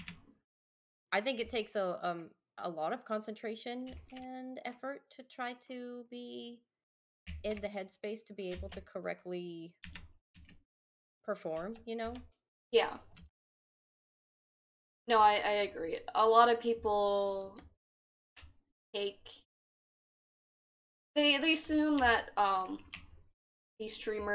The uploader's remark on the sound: are playing a game while recording these episodes